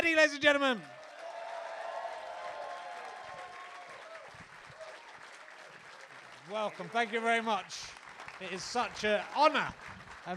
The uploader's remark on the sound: Leicester Square Theatre Podcast. Great Yorkshire Fringe.